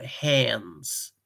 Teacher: Hands with like an E rather than A for hands.